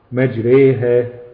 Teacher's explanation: الالف المماله، وهي ألف بتنطق ما ممالة إلى الياء، ألف بتنطق ممالة إلى الياء